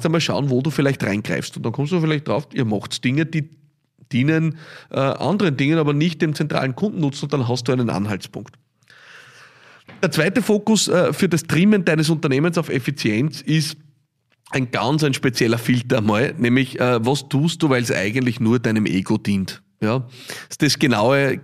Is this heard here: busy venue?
no